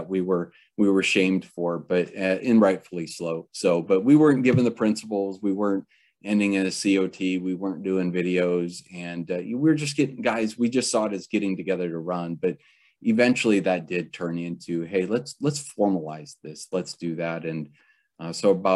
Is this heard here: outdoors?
no